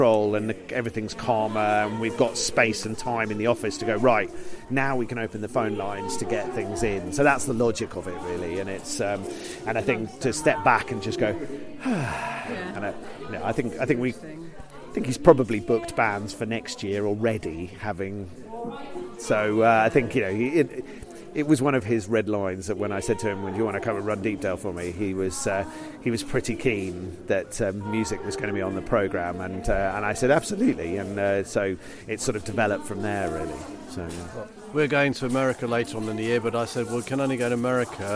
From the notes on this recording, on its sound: Chats with various festival goers at Deepdale Hygge in late March. Chats with various festival goers at Deepdale Hygge in late March. We start the podcast with the dawn chorus from Deepdale.